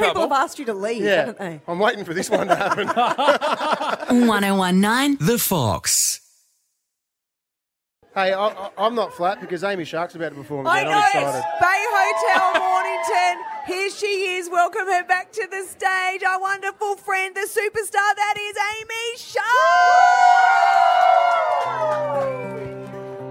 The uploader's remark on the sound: Brekky In The Burbs LIVE from Mornington. We're at The Bay Hotel Mornington.